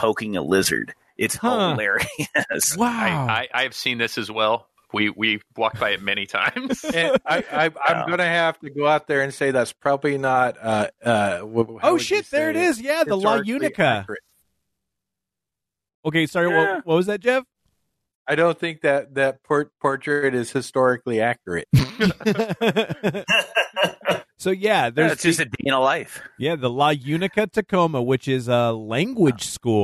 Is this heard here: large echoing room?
no